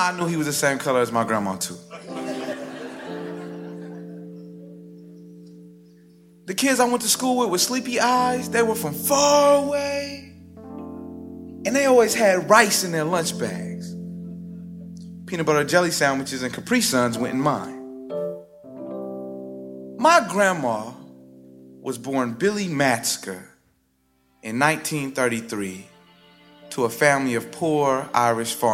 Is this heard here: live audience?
yes